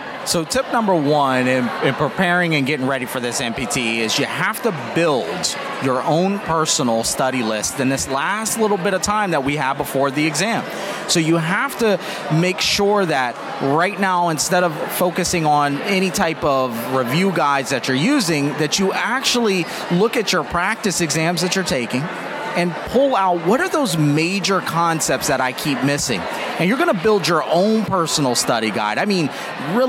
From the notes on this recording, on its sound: LIVE from the New York Student Special Interest Group Conference